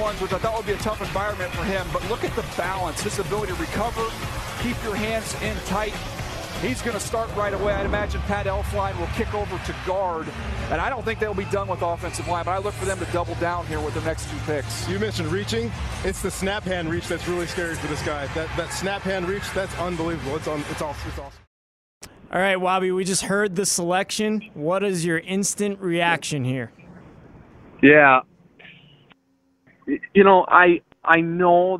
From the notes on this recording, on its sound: live from Nashville at the 2019 NFL Draft